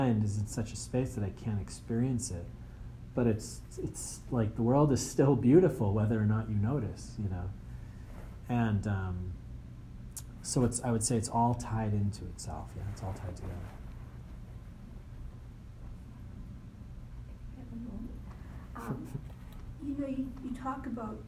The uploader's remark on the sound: Acton. Question and Answers at the Pure Peace Mini-Retreat Q&A.